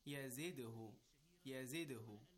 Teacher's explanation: the dal has an echoing sound · Term: قلقلة